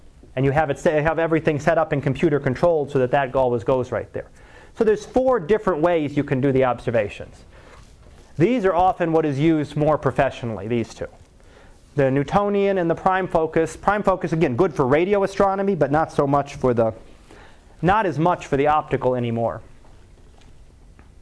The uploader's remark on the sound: Live Class Lecture